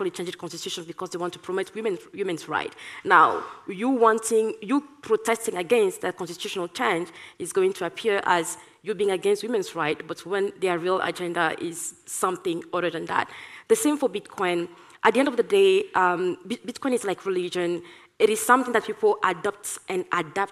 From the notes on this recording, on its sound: recorded at the 2022 Oslo Freedom Forum